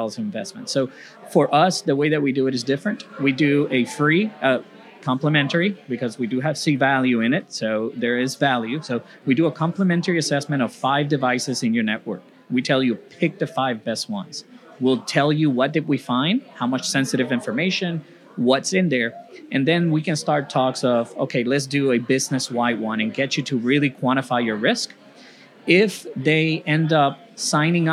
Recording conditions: busy venue